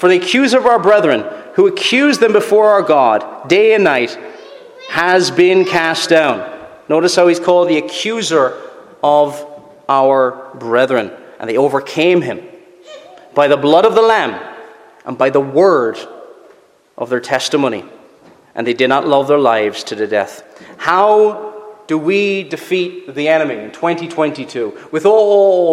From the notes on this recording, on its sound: Preached at Rathfriland Reformed Presbyterian Church.